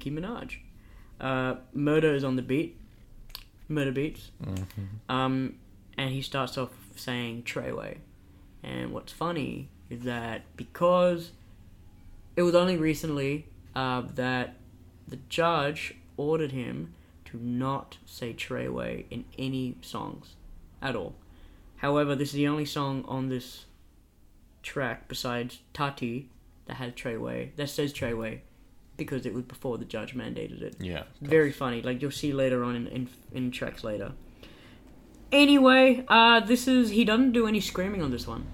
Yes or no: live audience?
no